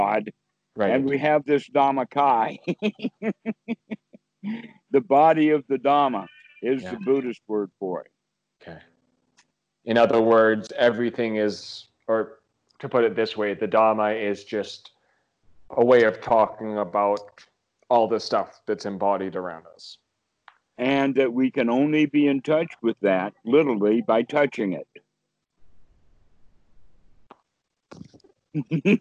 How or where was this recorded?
video call